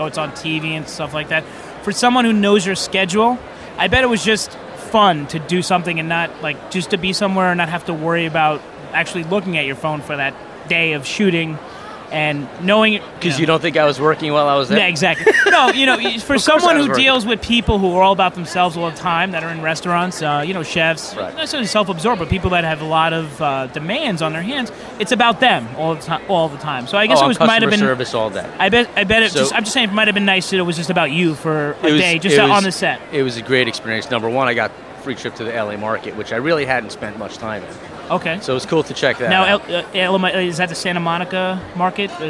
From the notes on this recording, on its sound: The recording of the live broadcast from the International Food &amp; Foodservice Show at the Javits Center. The recording of the live broadcast from the International Food & Foodservice Show at the Javits Center.